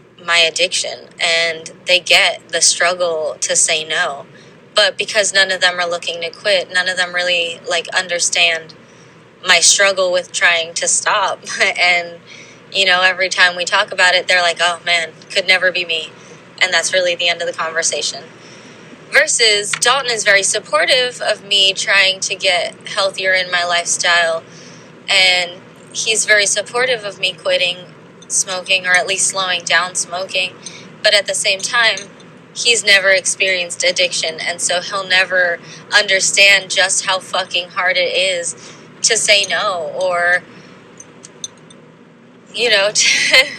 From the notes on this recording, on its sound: Today's episode is a compilation of actual thoughts that I've recorded on actual Journal Drives.